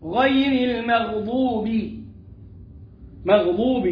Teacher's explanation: والغين مفخمة والضاد مفخمة، وبنرجع نرقق الواو والباء